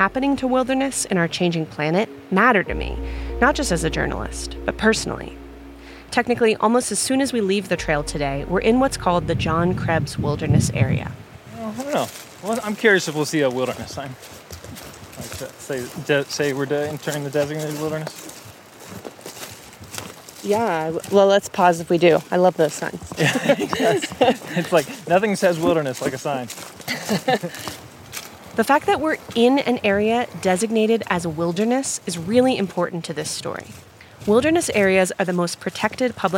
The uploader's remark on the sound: hiking out to see the damage done to a sequoia grove in the middle of a wilderness area in the national parks